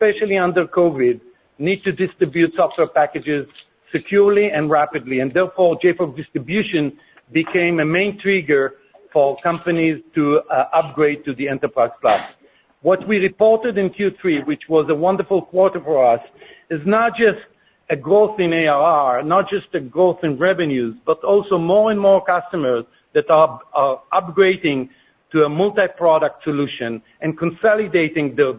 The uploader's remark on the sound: Earnings Conference Call.